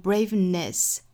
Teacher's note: Braveness is the resistance to concern, mastery of panic, not absence of anxiety.首先我们来做英音的语音讲解。那我们来看第一个词 Braveness。那我们也知道这个 NESS 它是一个词缀，是一个弱读的词缀，所以一般是有可能会把这个里面的元音呢读成一个 schwasound。那我们也知道 schwa sound 其实它是存在于单词里面的弱读音节里，所以我们知道一下就可以了，它可以读成 Braveness 也可以是 Braveness。